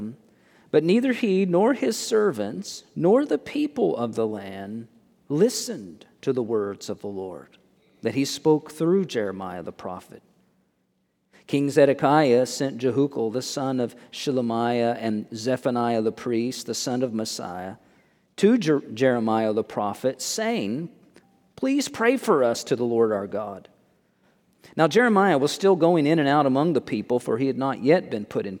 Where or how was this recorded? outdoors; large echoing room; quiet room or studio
large echoing room